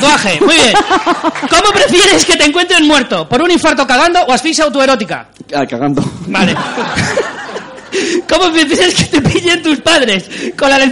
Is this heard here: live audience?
yes